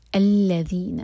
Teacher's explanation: الذین، ذال کے لیے میک شور کہ آپ کی زبان اوپر والے دانتوں کو ٹچ کرے اور ٹپ تھوڑی سی باہر ہو